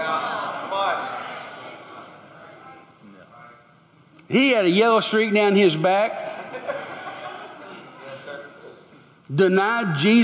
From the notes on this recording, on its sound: Recorded LIVE at Church on the Rock, Georgetown, Tx.